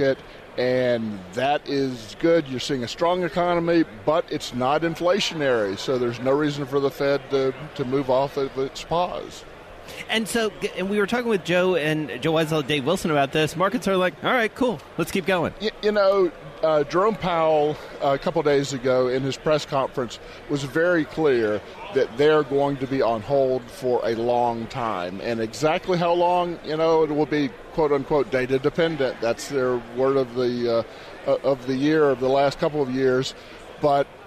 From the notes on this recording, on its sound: From Radio Row in Atlanta.